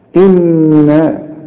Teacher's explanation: إنا لازم النون تغنها بمقدار حركتين لأنها 2 نون